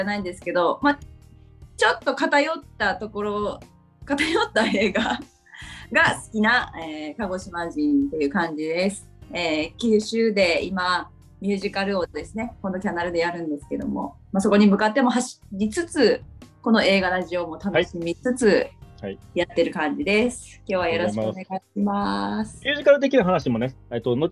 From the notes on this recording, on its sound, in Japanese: Zoomで1年くらい月イチで開催してきた企画。企画の形態はそのままに、収録したものを一部編集してお送りします。